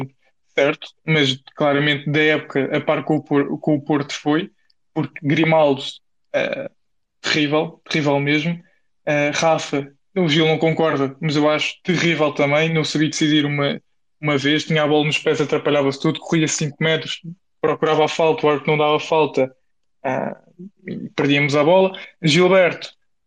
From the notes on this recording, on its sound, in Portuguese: Os Spaces 78 são conversas áudio no Twitter do projeto 78.